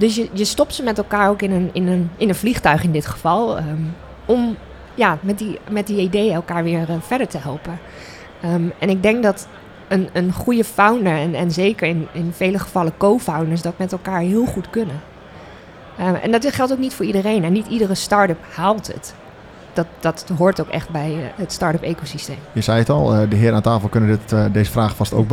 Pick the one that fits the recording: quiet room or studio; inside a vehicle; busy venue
busy venue